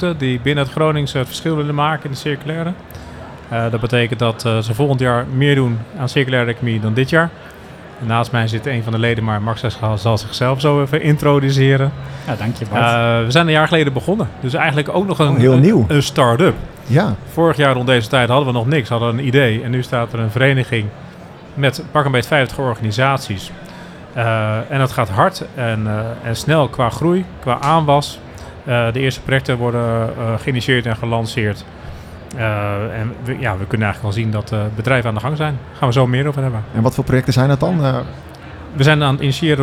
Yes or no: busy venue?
yes